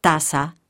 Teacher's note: If you are exposed primarily to Latin American Spanish rather than the Spanish of Spain, words such as taza, mug, and taza, rate, sound the same.